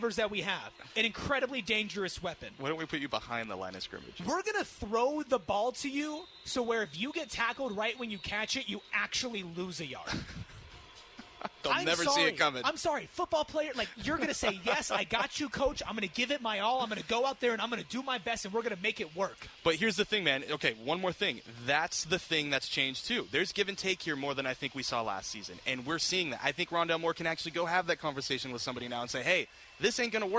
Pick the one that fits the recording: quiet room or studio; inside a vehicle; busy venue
busy venue